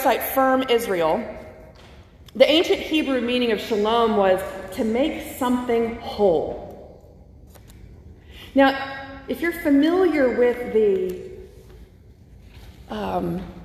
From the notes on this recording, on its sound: from the August 8 worship service at First Christian Church (Disciples of Christ) in Anniston, AL.